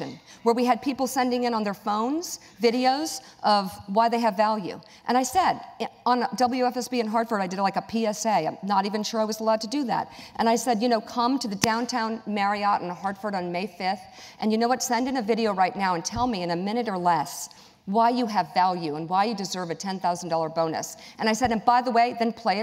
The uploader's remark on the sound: The conversation was recorded on September 27, 2018 in front of a live audience at New York’s 92nd Street Y.